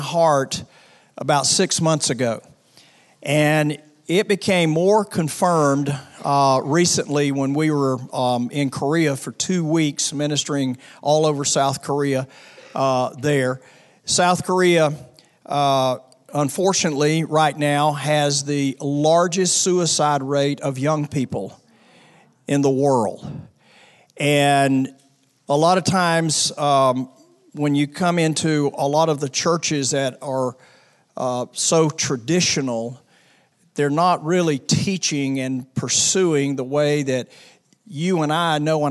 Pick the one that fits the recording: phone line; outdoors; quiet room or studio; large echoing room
large echoing room